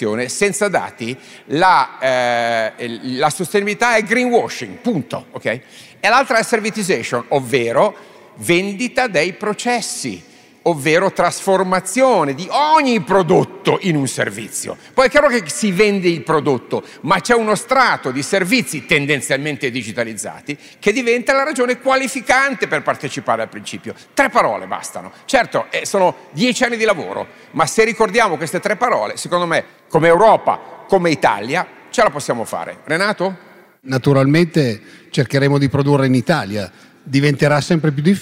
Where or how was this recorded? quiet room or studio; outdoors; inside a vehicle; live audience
live audience